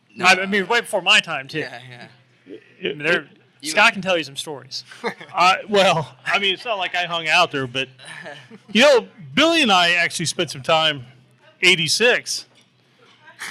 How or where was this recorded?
busy venue